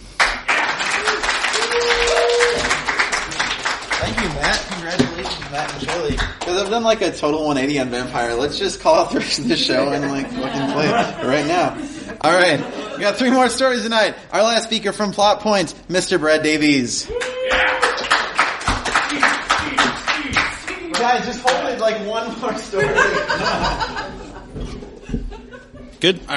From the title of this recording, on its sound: Roll Models live from the Midwinter Gaming Convention, Part 2